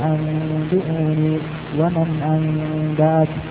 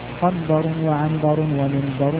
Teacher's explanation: فلما لقيت النون باء أمنوا الإدغام أو التشديد، فأخفوها كإخفائها عند سائر الحروف، وبقيت الباء مخففة على جهتها